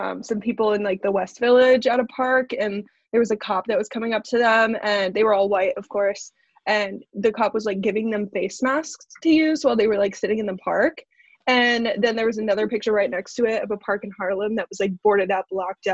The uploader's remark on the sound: Zoom Edition